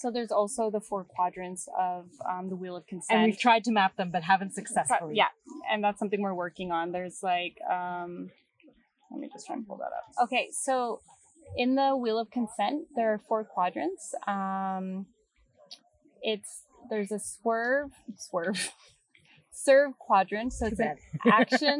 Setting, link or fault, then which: fault, background noise